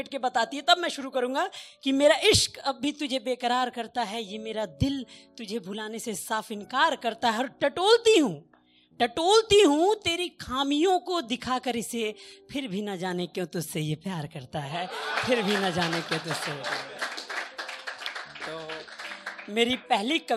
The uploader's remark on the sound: The podcast that brings you the best audio performances from our weekly poetry events.